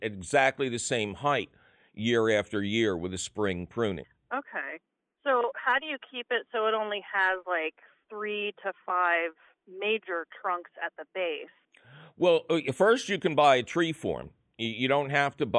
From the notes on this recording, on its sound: takes your phone call questions